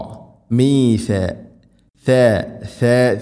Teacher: നാവിൻ്റെ അറ്റം മുൻപല്ലുകളുടെ ഇരുനിരകിൽക്കിടയിലൂടെ അല്പം പുറത്തോട്ട് നിൽക്കണം